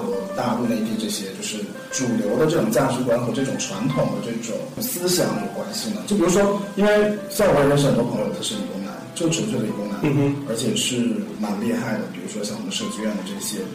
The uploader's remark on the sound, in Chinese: 创业那些事儿（渣音质）。音质渣，推荐低音量下收听。